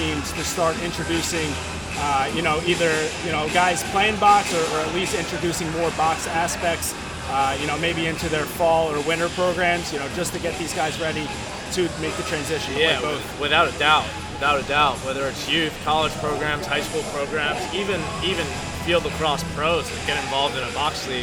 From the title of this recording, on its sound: Live From The 2018 LASNAI